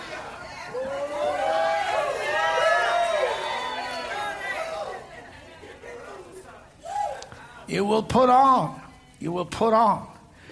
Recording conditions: live audience